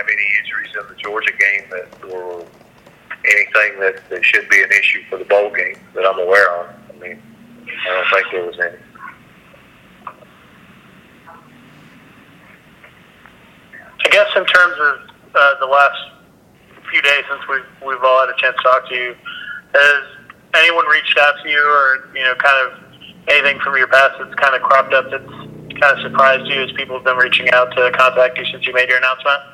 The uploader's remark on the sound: Bowl Teleconference.